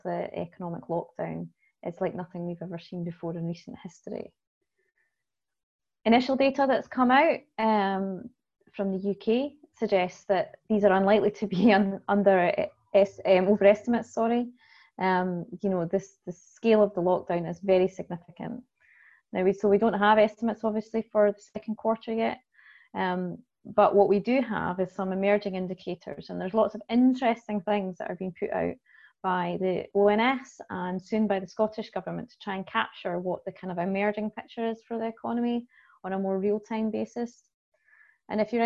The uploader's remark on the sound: FAI webinar